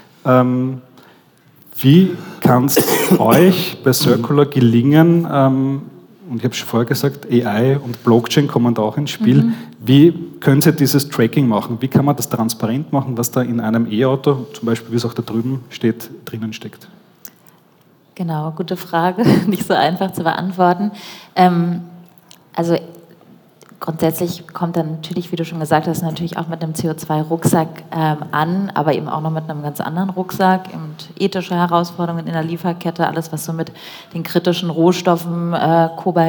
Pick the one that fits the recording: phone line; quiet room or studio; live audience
live audience